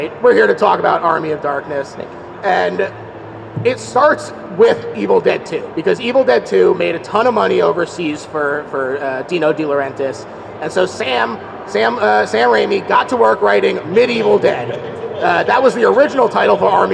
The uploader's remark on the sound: LIVE at Philadelphia Fan Expo. This is the very first live episode.